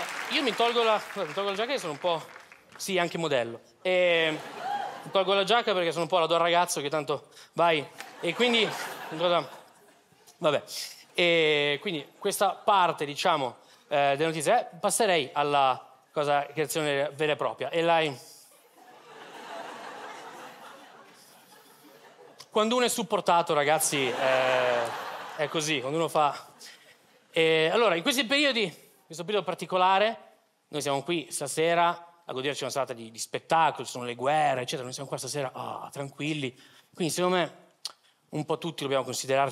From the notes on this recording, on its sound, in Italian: Registrato al Teatro Manzoni di Milano